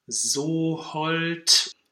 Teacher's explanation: you're really making the distinction between a very closed and a very open vowel. And this closed O is also the second sound of the A-U diphthong.